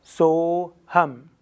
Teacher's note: Und hier siehst du diesen Strich, der eben sagt, dass es mit dem Konsonant aufhört und kein A hinten dran ist